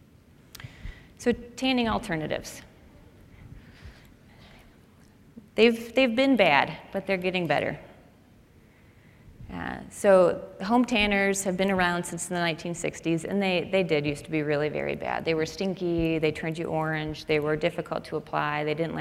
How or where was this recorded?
live audience